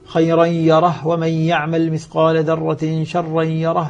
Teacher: والذي سكن الهاء فيها وصلا هو هشام عن ابن عامر الشامي. فلذلك هشام يسكن، أما الباقون فهم يصلون وسطا.